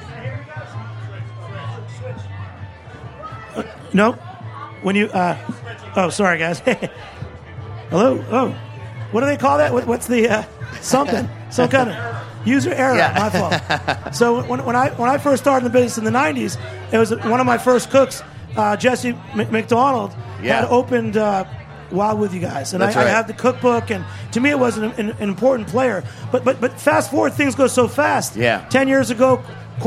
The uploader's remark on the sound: Broadcast from the Charleston Wine + Food Festival. Their kids very patiently hung out for their interview.